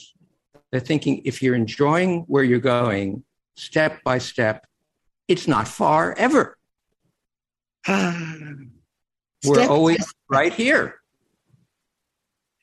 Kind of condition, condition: link, video call